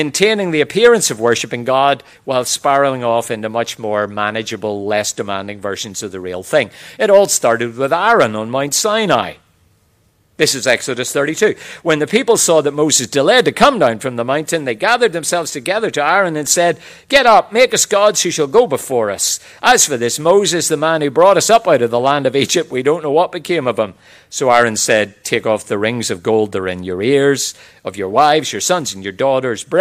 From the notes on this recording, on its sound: QTC Chapel Service. Queensland Theological College.